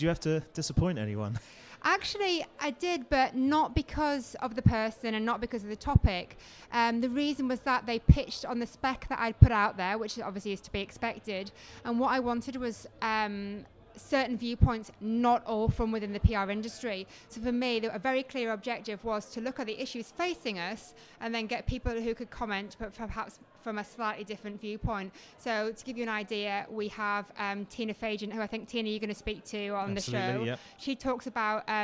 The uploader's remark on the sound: Recorded at the launch of the new book FuturePRroof: Edition Two